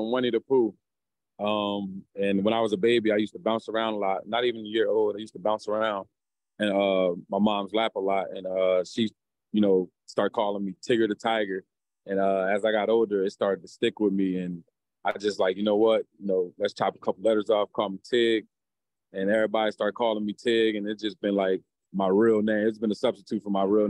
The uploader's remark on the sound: Called in for an introductory press conference after being selected by the 49ers with the 87th-overall pick.